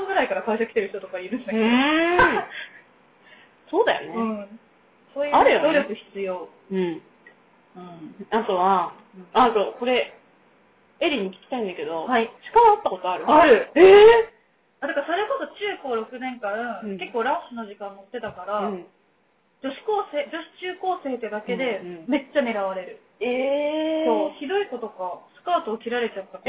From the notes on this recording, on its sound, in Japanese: 音質悪めです